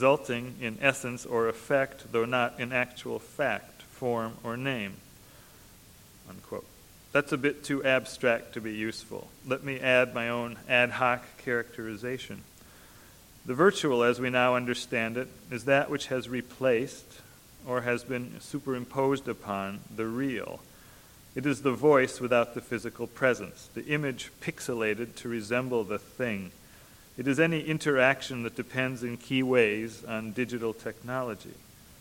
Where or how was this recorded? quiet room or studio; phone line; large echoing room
large echoing room